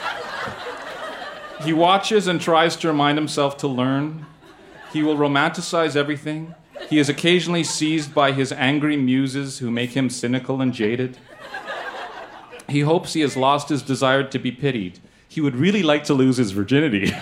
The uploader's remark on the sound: Recorded live in Vancouver, BC.